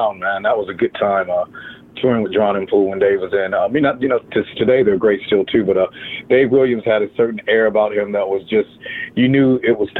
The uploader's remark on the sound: called